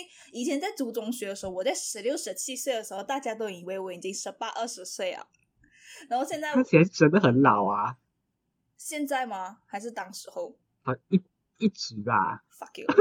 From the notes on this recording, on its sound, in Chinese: 抱歉這集音質很有問題。用錯麥克風。